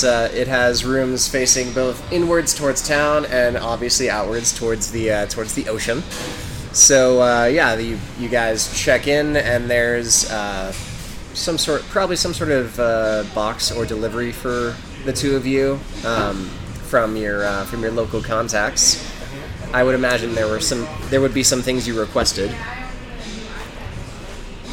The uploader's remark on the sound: Note that this session was recorded at a local brewery, and on one of the EOR's old USB mics, so the quality isn't up to our usual standards.